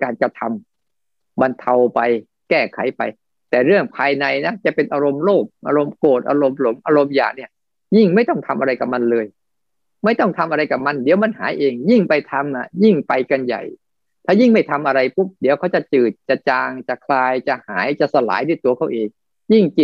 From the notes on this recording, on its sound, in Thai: เป็น 1 ใน 3 คอร์สออนไลน์ (ผ่านโปรแกรม Zoom) ช่วงเข้าพรรษา.